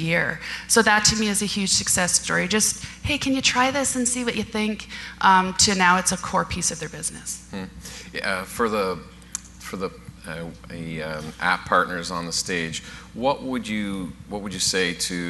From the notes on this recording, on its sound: Live Broadcast at the The IPBC IGNITE Conference